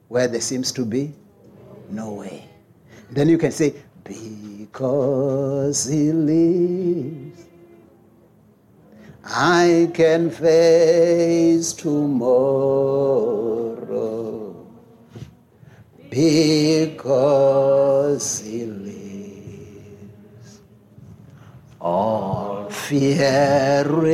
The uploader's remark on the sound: preached at Jesus the Saviour Church, 185 Bobs Way, Eersterivier, Cape Town on 8 October 2023